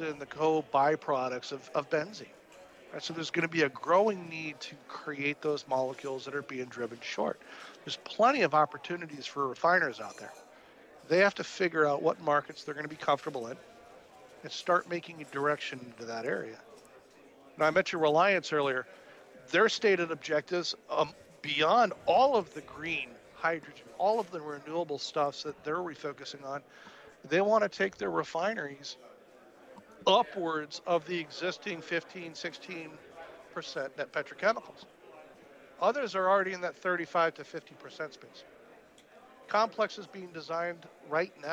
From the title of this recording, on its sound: Live at AFPM